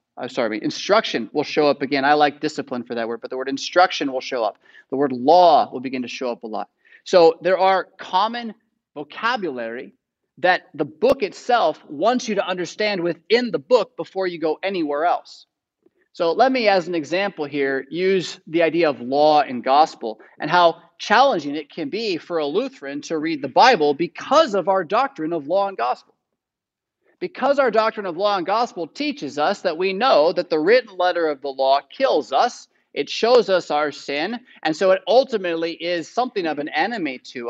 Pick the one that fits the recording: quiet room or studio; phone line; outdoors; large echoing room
large echoing room